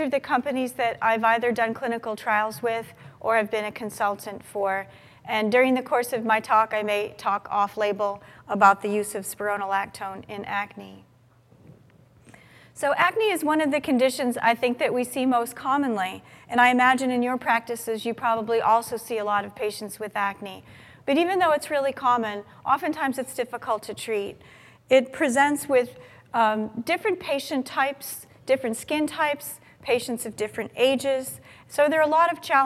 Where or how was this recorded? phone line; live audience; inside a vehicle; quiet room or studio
live audience